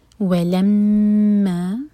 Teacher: ولما، واو کے لیے ہوج گول، میم پر شدہ ہے تو میم پر غنہ کریں گے، ہول کریں گے میم کو